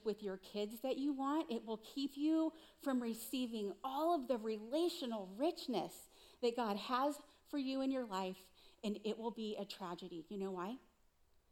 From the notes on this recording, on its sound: Recorded live at CrossWinds Church on April 02, 2023.